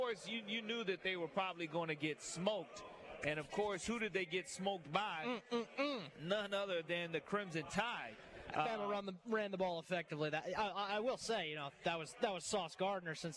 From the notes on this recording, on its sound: Live at SEC Media Days. The Nashville SEC Media Day Three!